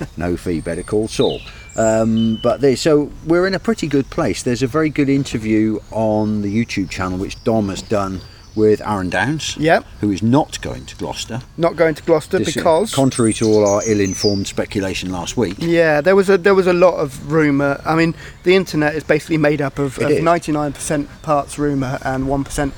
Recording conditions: outdoors